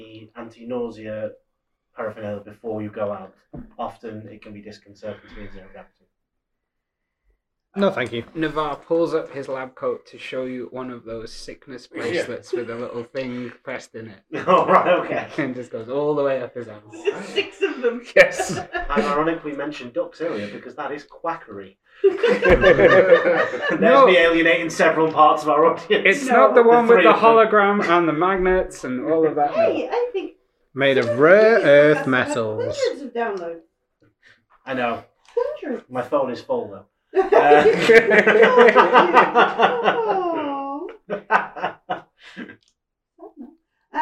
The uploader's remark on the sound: The audio in this podcast is not the best, we've not done in person recording since 2020, it will improve for session 2.